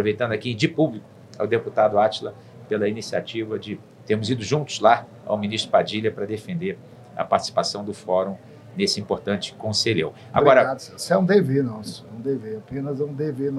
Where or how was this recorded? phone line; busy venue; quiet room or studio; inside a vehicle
busy venue